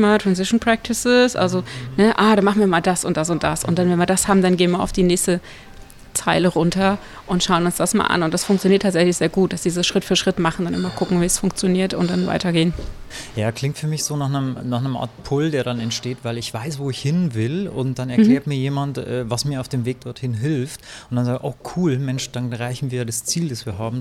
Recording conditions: busy venue